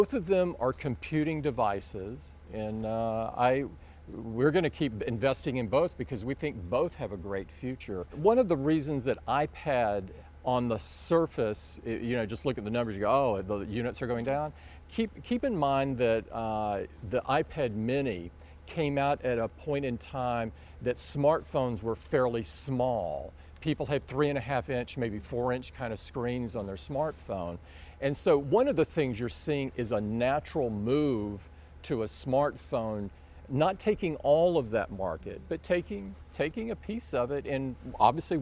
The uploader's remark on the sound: an exclusive interview from the Apple Worldwide Developers Conference in San Jose, California